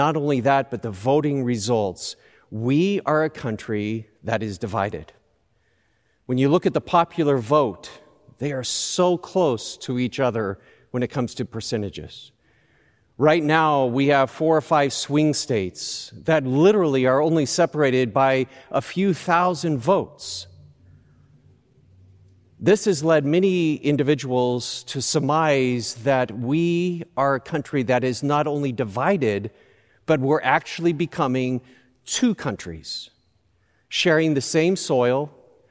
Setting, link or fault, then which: setting, large echoing room